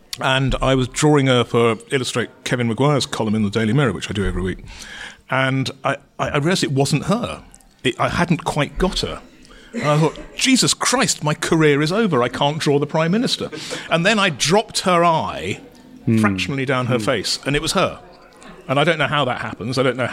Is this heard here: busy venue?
yes